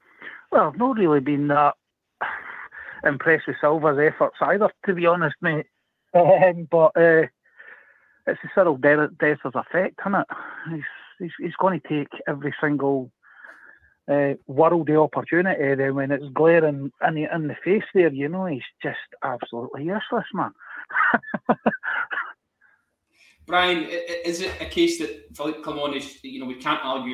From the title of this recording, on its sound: Rangers Rabble Phone